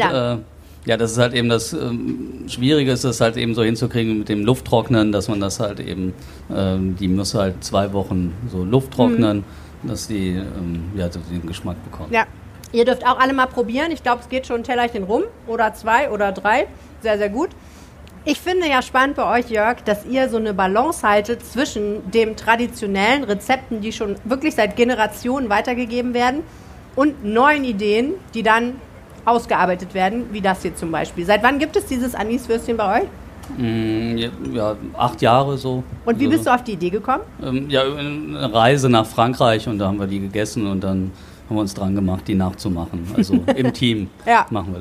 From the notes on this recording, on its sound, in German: Darum ging es bei Rheinpegel LIVE am Stadtstrand im Oktober. Haben wir uns am Rheinufer getroffen.